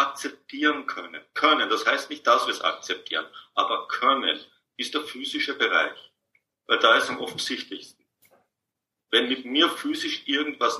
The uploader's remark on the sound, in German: Dies ist ein Mitschnitt aus einem Online Seminar.